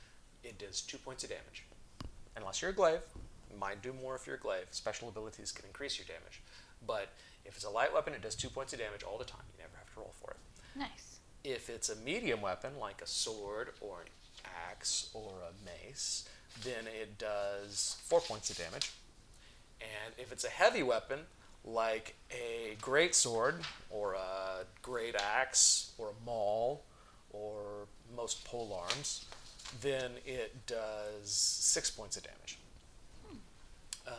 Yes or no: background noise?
yes